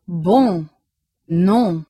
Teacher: The nasal sound on. To pronounce on, you make an o but pass the air through the back of the mouth and nose.